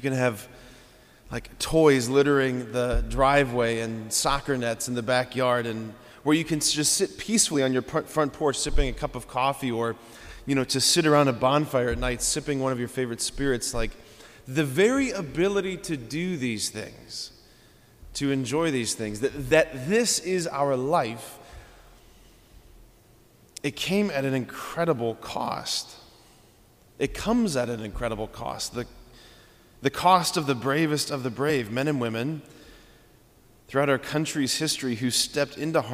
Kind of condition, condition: setting, large echoing room